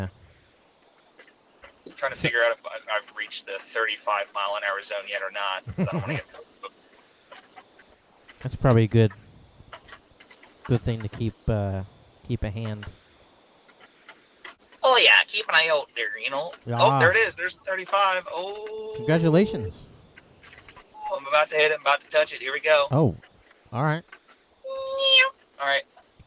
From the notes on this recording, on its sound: as he drives to the Tampa airport